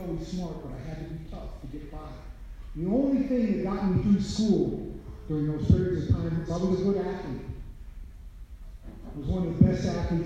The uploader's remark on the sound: Recorded at North HS, lecture for all 10th grade students.